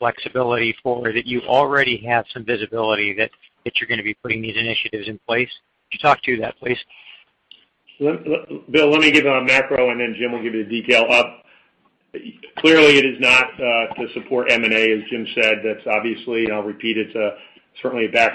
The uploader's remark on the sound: Apogee (APOG) Q1 2020 Earnings Call